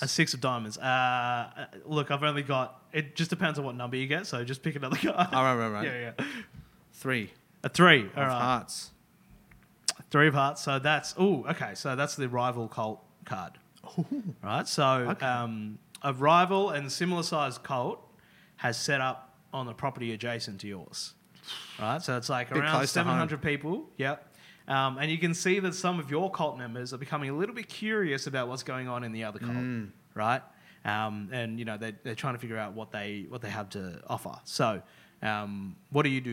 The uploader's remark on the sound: Wednesday night sermon live podcast